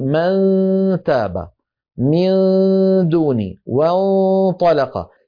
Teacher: اللسان يكون قريبا من مخرج النون أو الطاء والدال والتاء ولا يلاصق · Term: الإخفاء